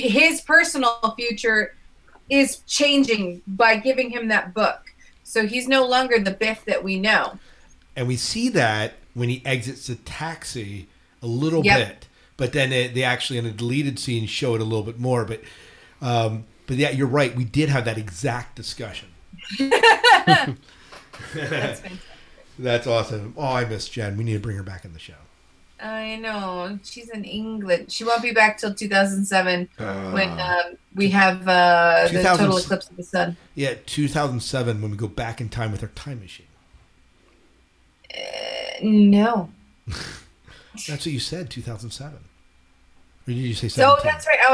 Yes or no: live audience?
no